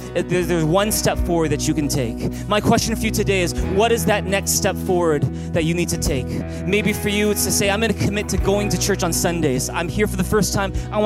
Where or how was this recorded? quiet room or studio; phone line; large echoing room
large echoing room